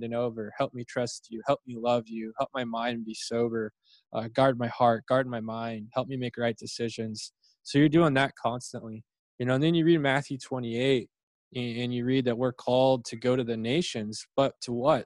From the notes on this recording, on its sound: figure out Zoom